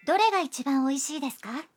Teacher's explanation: Agregando desu ka y elevando la entonación al final de la frase, obtenemos una pregunta